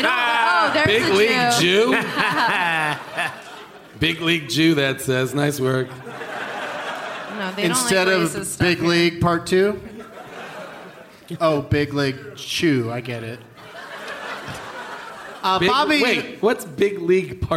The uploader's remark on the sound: Live from the Gramercy Theatre in NYC.